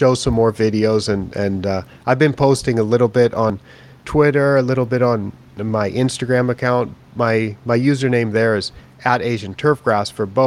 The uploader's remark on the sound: live from the KBC Augusta tournament in Japan